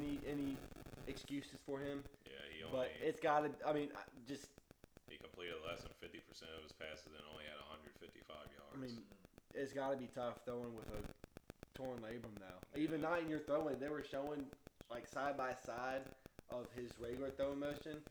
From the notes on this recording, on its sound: Headphone users beware! We recorded this during the Oklahoma and Texas game.